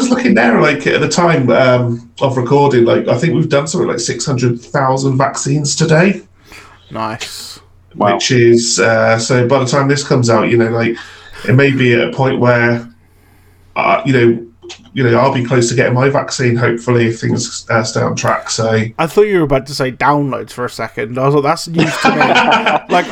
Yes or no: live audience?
no